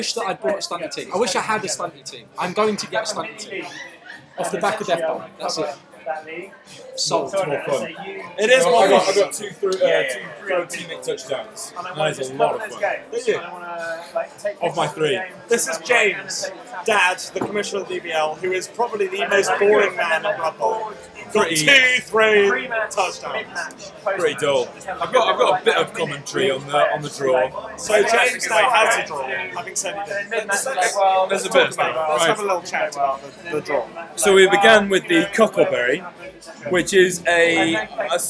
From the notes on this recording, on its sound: Knockout draw LIVE on air. Very drunken analysis of the DBL knockout draw from the pub.